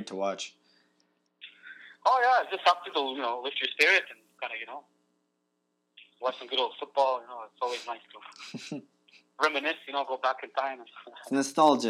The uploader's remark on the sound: Stay home and toke over the phone again this week as the need to prevent the spread of coronavirus escalates.